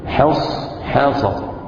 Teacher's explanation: نرقق الحاء ونفخم الصاد